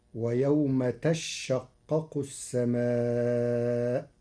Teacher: قرأ ورش كلمة تشقق بتشديد الشين فتصير ويوم تشقق السماء على أنه تتشقق، فأبدلت الثانية شينا ثم أدغمت في الشين بعدها.